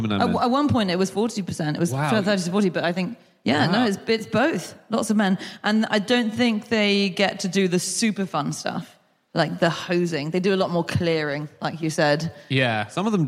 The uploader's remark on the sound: Live from Leicester